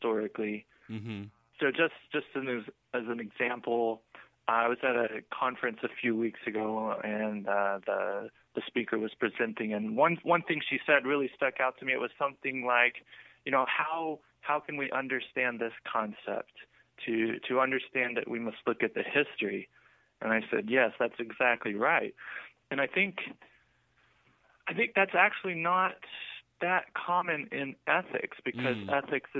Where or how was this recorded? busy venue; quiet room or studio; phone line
phone line